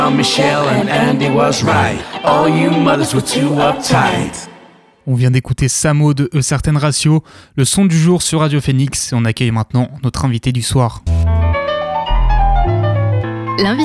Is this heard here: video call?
no